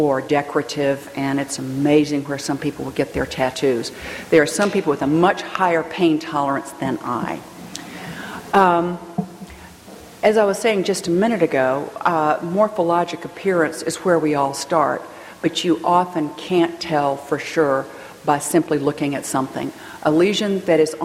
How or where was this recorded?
live audience